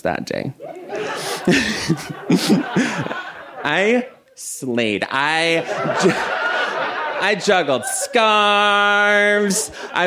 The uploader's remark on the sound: This story was recorded live at Buntport Theater